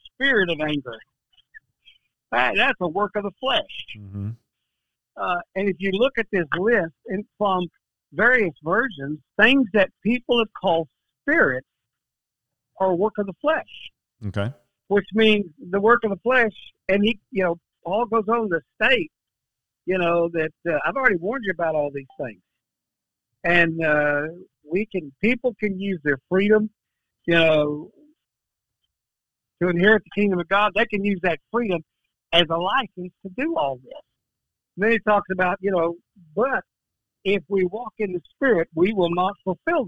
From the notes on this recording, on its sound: we have special guests on by phone